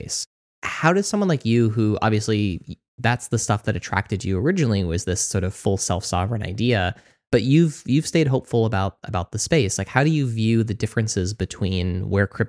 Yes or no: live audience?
no